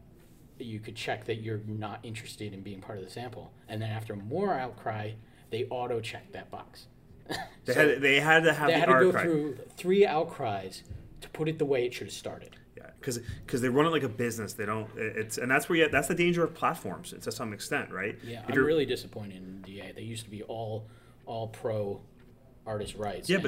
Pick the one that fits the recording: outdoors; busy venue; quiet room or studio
busy venue